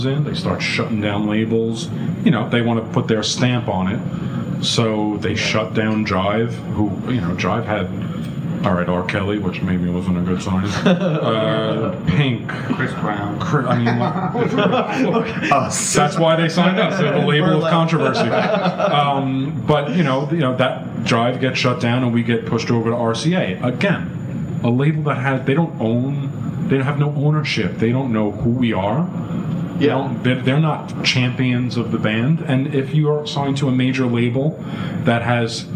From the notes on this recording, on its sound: Recorded in historic music venue The Bitter End in NYC during the B2C Fan Weekend.